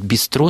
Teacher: с французским ударением на последний слог